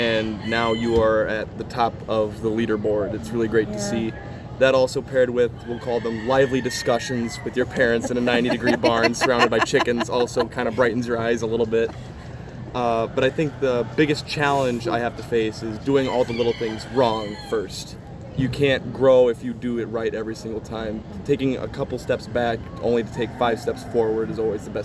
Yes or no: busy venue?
yes